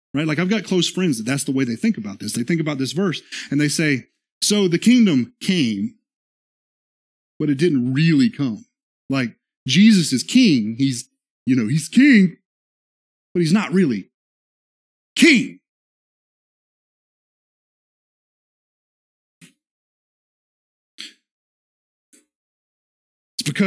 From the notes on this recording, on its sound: This is the sermon from our Worship Service